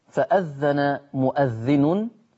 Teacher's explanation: لكن عندما نلتقي مع همزه متحركه زي كلمه مؤذن، فالهمزه هنا متحركه مش مفتوحه، تبقى متحركه. ورش يبدل الهمزه المفتوحه بواو مفتوحه بشرط لما يكون قبلها حرف مضموم